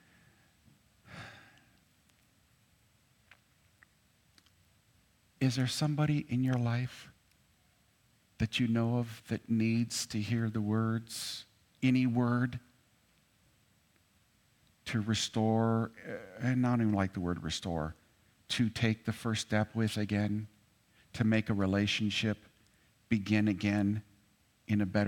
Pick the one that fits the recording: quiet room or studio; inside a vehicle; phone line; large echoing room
large echoing room